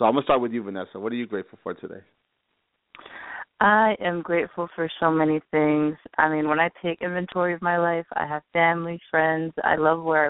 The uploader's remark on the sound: THIS WILL BE A LIVE CALL IN SHOW